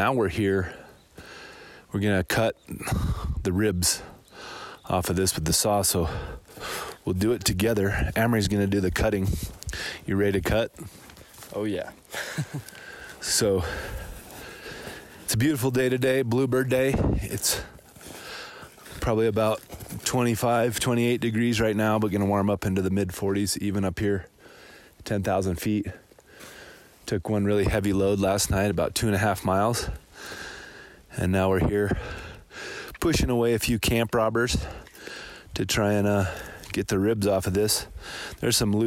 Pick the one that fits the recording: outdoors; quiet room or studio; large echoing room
outdoors